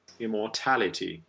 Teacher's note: What's interesting to me with immortality is that here, even though the im also has the secondary stress, and tality is the stressed part of it, we still have the open O in the middle of it and not the schwa that we have in incorruption.